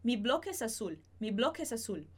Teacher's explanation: Eu posso falar mi bloc es azul, se eu falo devagar, mas se eu falo mais rápido, eu posso acabar juntando esse som do K do C com o E.